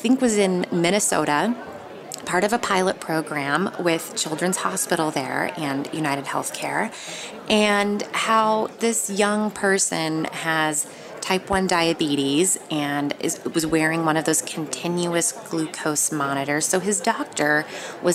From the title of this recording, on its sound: Live from CES